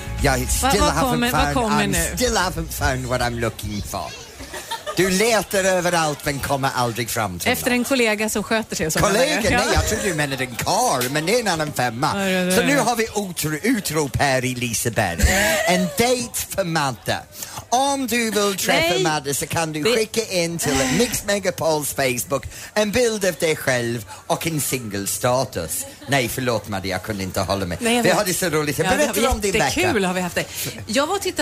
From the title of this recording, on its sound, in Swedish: Live från Liseberg